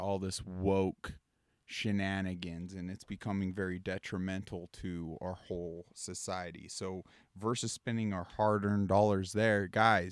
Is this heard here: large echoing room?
no